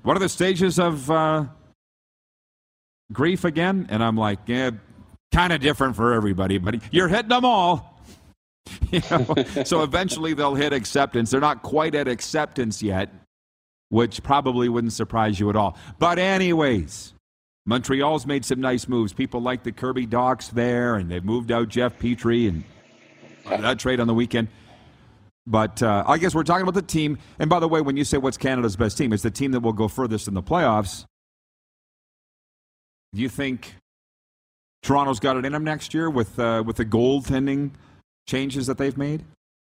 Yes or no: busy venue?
yes